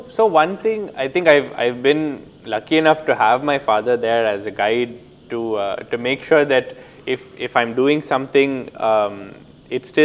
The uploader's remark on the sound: This episode was recorded at the Jaipur Literature Festival 2022 in March.